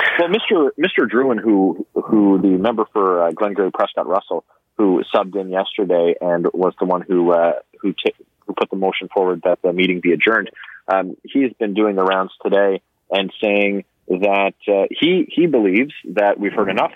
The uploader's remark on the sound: the best callers of the week